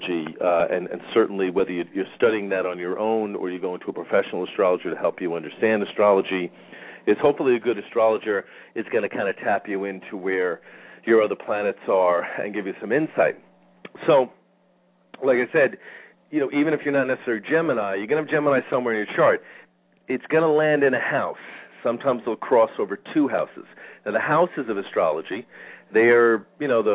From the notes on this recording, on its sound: Callers may call in toward the end of the live show with questions or comments. We will also open the phone lines today halfway through the show.